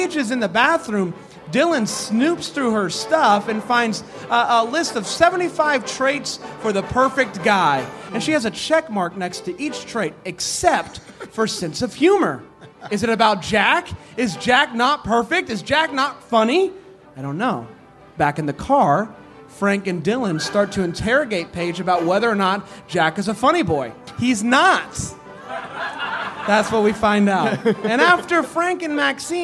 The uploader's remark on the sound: LIVE from NYC